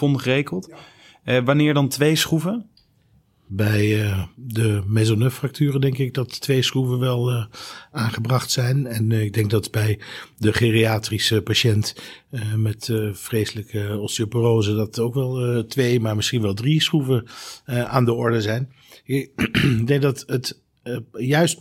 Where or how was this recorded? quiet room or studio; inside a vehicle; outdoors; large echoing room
quiet room or studio